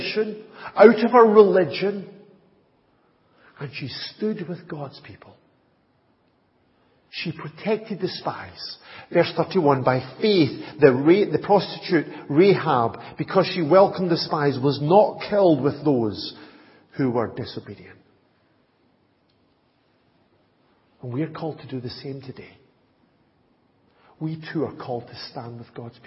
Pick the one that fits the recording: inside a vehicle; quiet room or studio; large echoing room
large echoing room